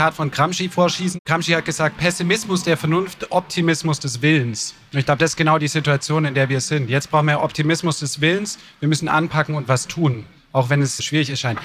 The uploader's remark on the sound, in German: Über diese Fragen wurde kürzlich auf der Buch Wien diskutiert, die bearbeitete Aufnahme hören Sie in dieser Podcastfolge.